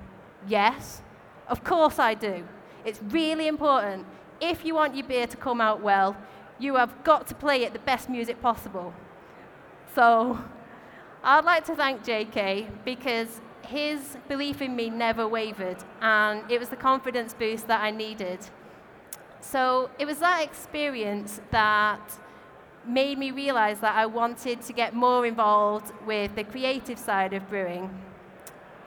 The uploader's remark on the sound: recorded at our Brewers Congress in London